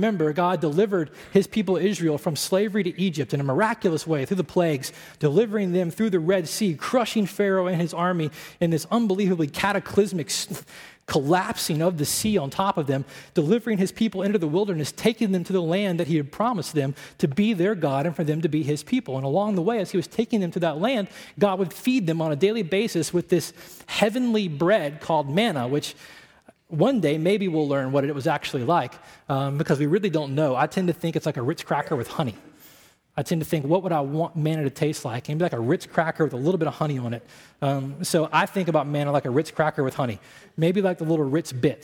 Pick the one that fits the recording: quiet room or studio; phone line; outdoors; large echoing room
large echoing room